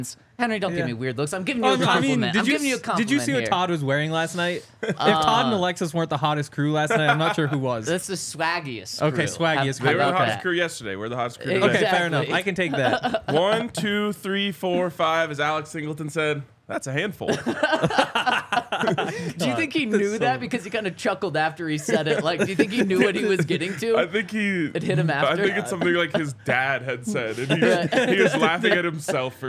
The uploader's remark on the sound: coming to you LIVE from the DNVR Bar